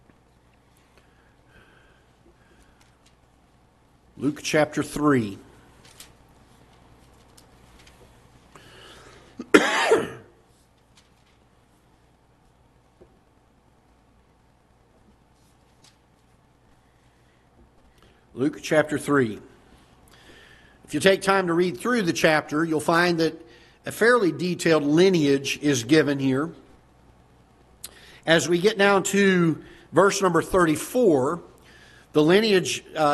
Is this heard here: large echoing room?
yes